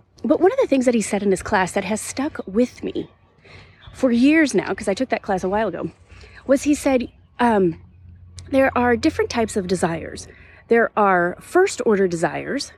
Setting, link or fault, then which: setting, outdoors